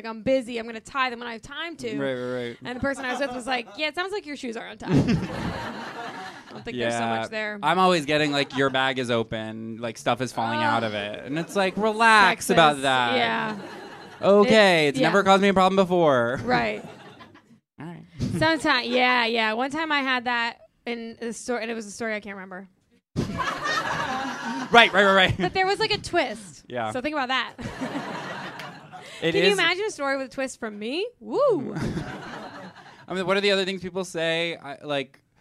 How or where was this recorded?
live audience